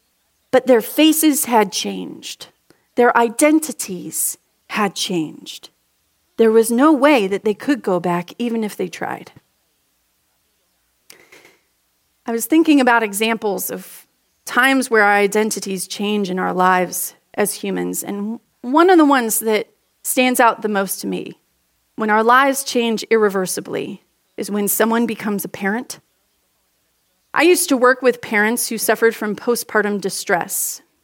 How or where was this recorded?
large echoing room